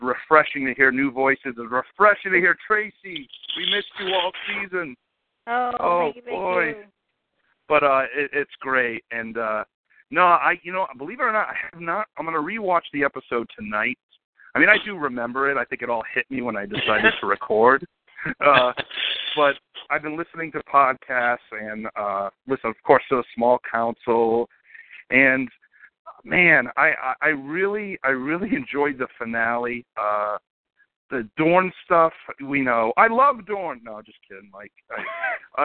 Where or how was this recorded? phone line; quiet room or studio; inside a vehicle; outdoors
phone line